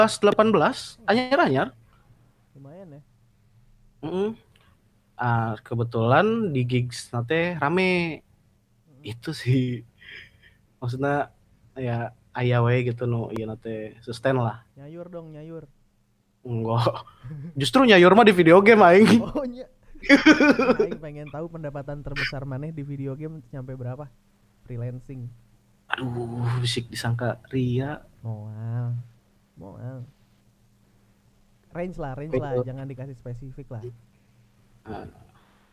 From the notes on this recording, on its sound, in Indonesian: Rekaman podcast dilakukan secara online, level audio masih naik turun alias masih di- adjust jadi ya begitulah kalau suara host ditengah jadi kecil. Rekaman podcast dilakukan secara online, level audio masih naik turun alias masih di- adjust jadi ya begitulah kalau suara host ditengah jadi kecil, maklumin aja.